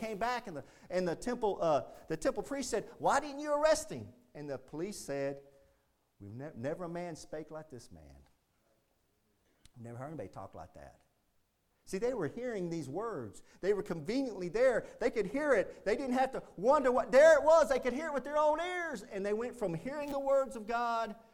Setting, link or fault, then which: setting, large echoing room